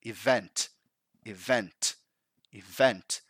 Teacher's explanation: Event first, it's not a, it's e, event, and that's still wrong because the emphasis is actually in the second syllable